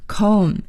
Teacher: Whose comb is this?这是谁的梳子呢梳子是我们在这课新学的单词 C-O-M-B comb 在这里啊还要提醒朋友们这个 comb 的 B 是不发音的我们也叫它 silent b